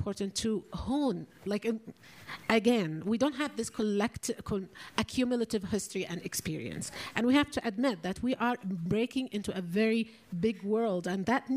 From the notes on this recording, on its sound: “Women on the Front Lines” Panel (SFF 2020). During the 2020 Sundance Film Festival in front of a live audience at the SundanceTV HQ in Park City, Utah.